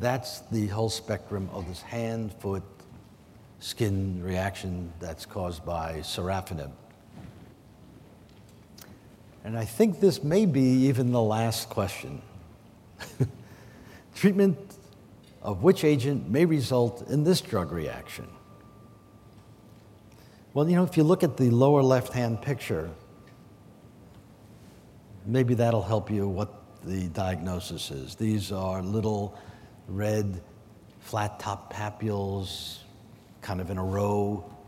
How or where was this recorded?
large echoing room